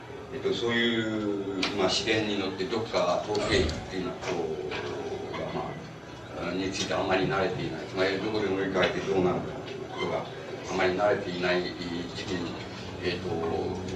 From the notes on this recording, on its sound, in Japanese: 音質：３。場所：東京女子大学短期大学部。東京女子大学短期大学部の 学園祭での講演。周辺のノイズや残響音が入るが 比較的クリアに収録されている。